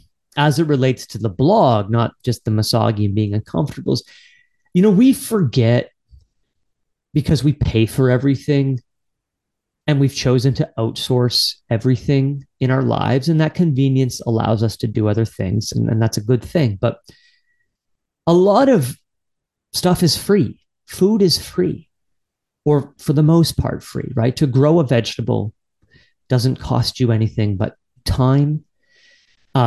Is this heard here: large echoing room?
no